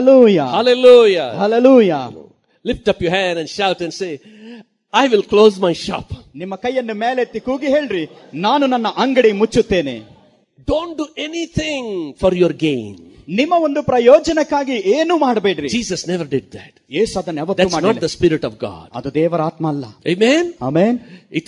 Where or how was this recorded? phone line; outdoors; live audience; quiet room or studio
live audience